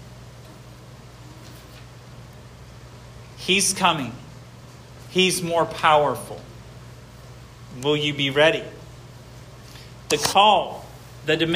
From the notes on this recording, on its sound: This sermon was preached at Hope Fellowship